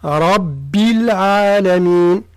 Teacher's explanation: ثم ننتبه إلى الراء من ربي، يعني الراء مفخمة، رب العالمين مع بيان كسرة الباء.